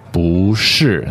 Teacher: there's a tone change there, so it's 不是, second tone, fourth tone.